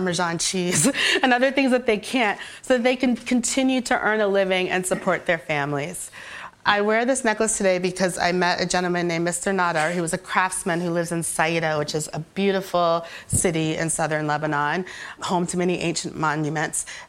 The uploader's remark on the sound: On stage at BoF VOICES 2022